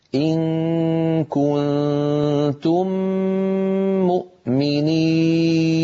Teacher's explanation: هذا المقطع إن كنتم مؤمنين فيه ثلاث غنن: غنة إخفاء، غنة إخفاء، غنة إدغام. هاتان الغنتان الأوليان طولهما واحد، غنة الإدغام أطول بقليل بقليل